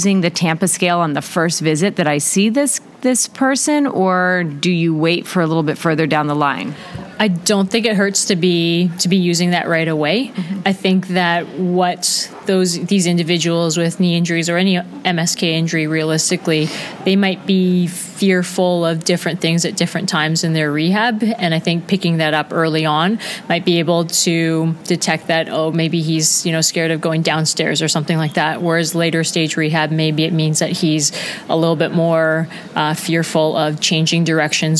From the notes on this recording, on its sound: LIVE from the WCPT Conference in Geneva, Switzerland. I am coming to you live from Geneva, Switzerland at the WCPT meeting and right now I have the distinct pleasure of sitting across a table.